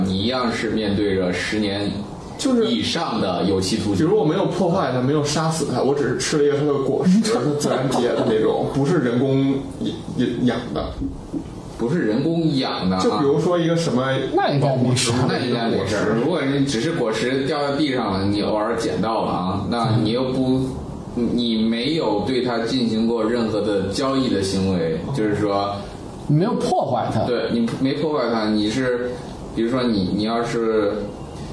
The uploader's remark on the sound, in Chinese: 本期节目为在张大妈办公区用录音笔录制，可能有街道上的杂音，请见谅。